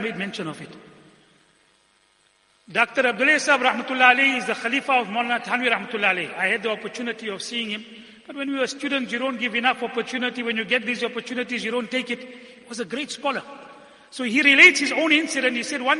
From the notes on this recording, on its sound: Jumuah lecture